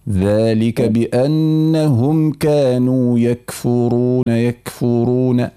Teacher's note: بلا مبالغة في إعطاء صفة الهمس للكاف